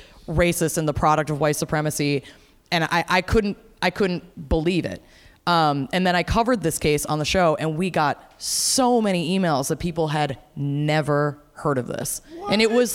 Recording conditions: live audience